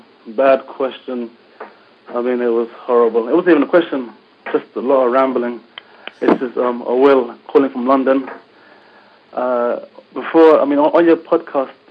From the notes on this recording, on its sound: We take a ton of calls in this. Including a call from London. Our international toll-free number is not, in fact, free.